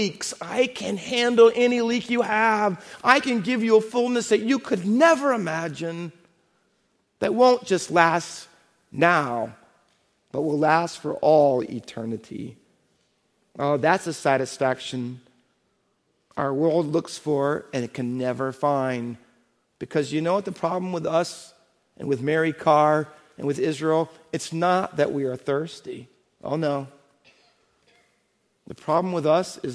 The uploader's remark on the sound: Faith Baptist Church in Hamilton, NJ.